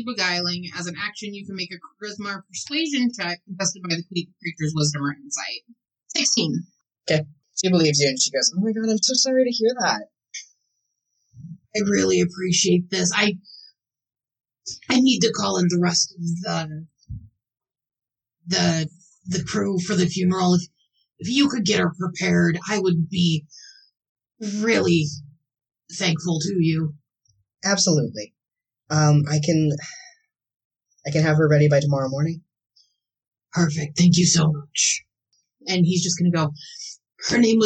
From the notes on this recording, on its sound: Also the audio is slightly messed up, idk why. A few words get inexplicably dropped.